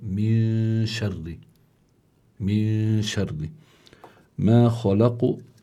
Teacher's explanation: كمان هون الكلمة خلق تنتهي بالقاف، هذه القاف سكنت لأجل الوقف، يعني وقفنا عليها كذلك، فبيكون عندنا قلقلة كبرى لأنه القلقلة حصلت عند الوقف.